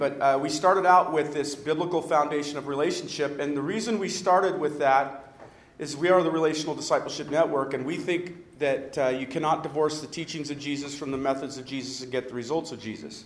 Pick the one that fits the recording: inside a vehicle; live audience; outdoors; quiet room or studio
live audience